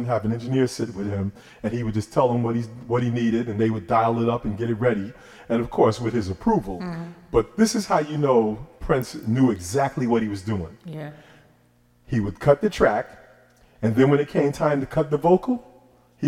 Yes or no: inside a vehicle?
no